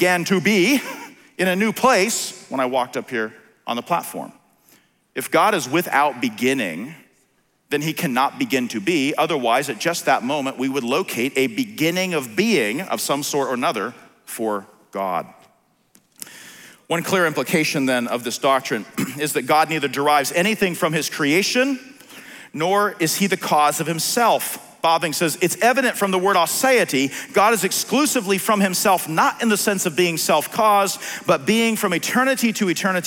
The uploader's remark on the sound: on January 23, 2021 at the Founders “The Only God” national conference in Southwest Florida.